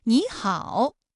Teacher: 第一个音节的三声变成二声 · Term: 三声的变调